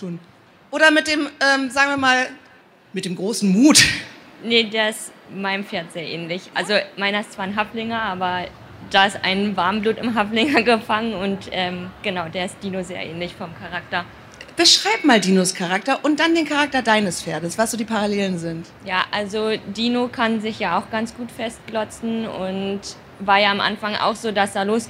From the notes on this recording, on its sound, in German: hatten einen Live-Auftritt auf der Messe „Pferd & Jagd“ in Hannover.